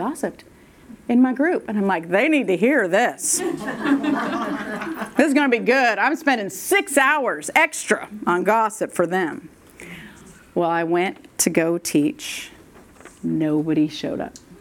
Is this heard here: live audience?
yes